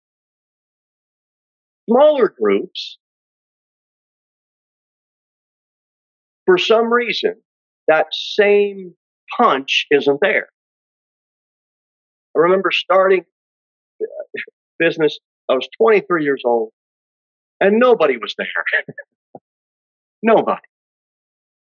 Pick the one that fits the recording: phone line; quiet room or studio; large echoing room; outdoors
large echoing room